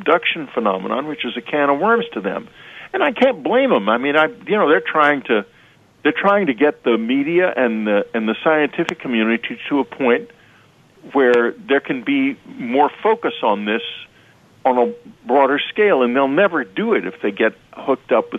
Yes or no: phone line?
yes